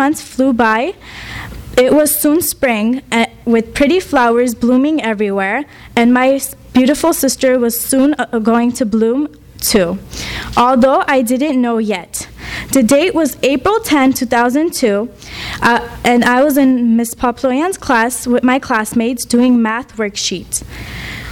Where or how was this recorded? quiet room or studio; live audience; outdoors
live audience